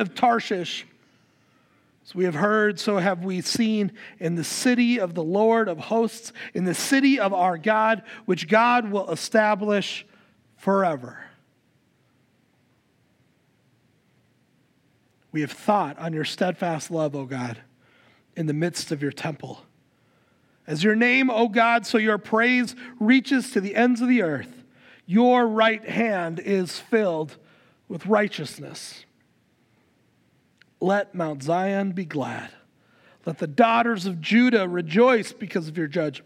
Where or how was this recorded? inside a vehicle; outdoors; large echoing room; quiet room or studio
large echoing room